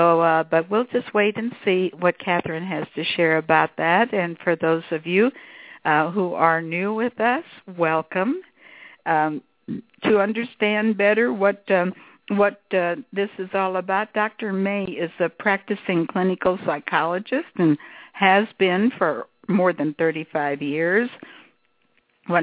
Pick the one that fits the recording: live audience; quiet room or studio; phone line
phone line